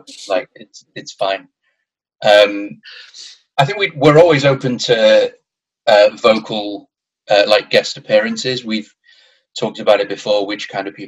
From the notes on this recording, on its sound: I sit down over Zoom. The cats joined us… Zoom calls huh.